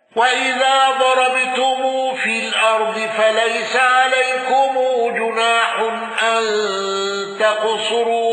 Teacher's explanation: حمزة بالسكت على أل